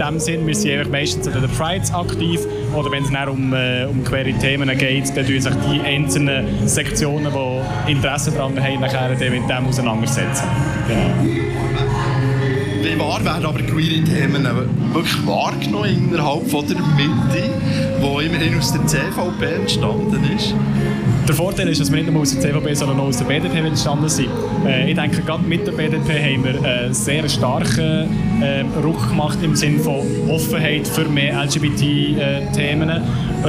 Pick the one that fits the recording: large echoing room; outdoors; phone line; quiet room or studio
outdoors